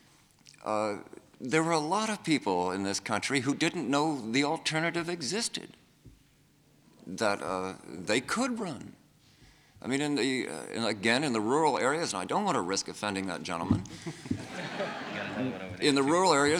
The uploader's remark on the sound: This is a confrence hosted by PEN America with a panel of Authors who have all written about the Vietnam War.